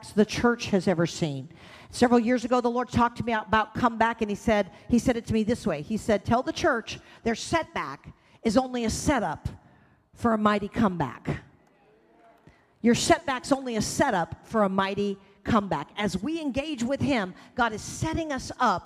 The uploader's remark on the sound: Recorded live at The Hub on 9/18/20. The Oasis Church, Middletown Ohio.